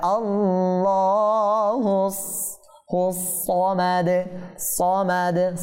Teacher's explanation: আল্লাহ তাআলার নামের লাম খাড়া জবর এর পূর্বে আমরা জবর দেখতে পাচ্ছি, সেটা আমরা এটাকে পুর করব, মোটা করব